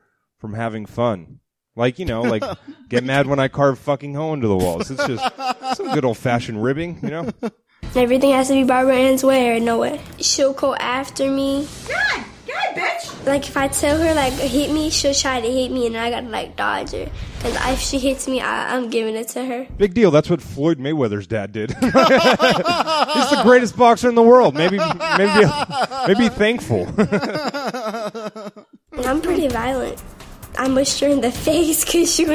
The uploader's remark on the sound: The guys are once again in front of a live audience.